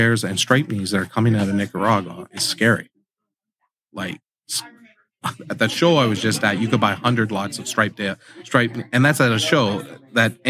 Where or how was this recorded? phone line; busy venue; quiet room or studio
busy venue